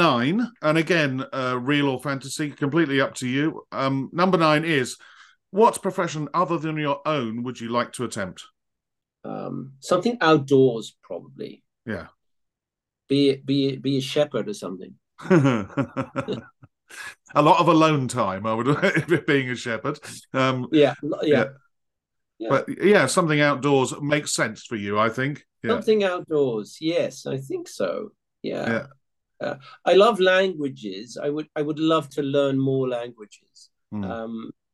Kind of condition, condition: link, video call